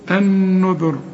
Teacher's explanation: والراء هنا هتفخم لأنها مضمومة، وقبلها كمان مضموم، يبقى عند الوقف وعند الوصل هنفخم